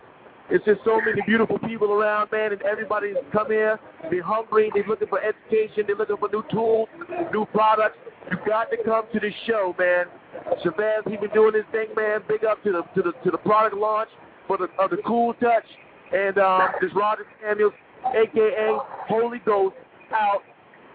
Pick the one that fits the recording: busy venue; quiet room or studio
busy venue